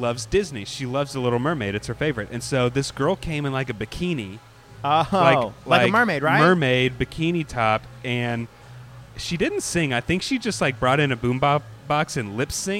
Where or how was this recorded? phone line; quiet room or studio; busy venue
busy venue